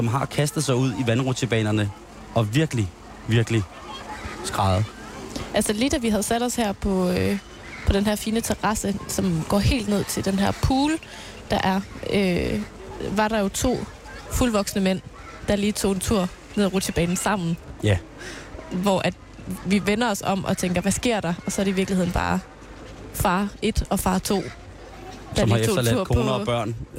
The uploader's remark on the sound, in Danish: Der sendes live fra Joboland på Bornholm.